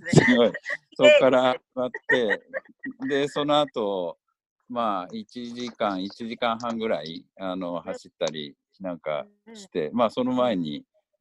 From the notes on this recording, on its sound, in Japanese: 今回は三密を避けるために、ZOOMによるリモート収録でお届けします。